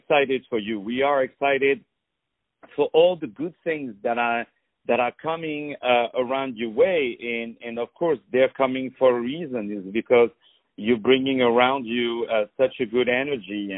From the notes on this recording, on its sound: On the phone